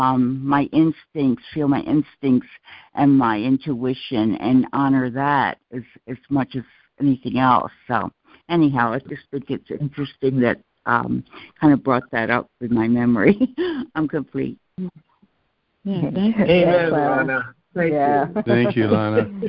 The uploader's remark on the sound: A Course in Miracles [ACIM] Students are joining together on a Free Conference Call to study A Course of Love [ACOL].